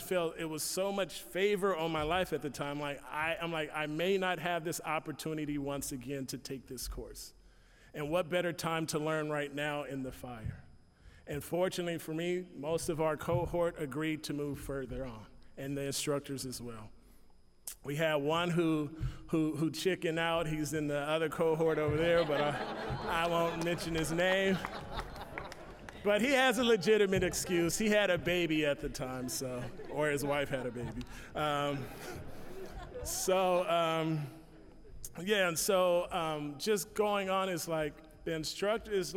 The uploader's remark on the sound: I am sharing a presentation that I gave at an IT Conference in Sacramento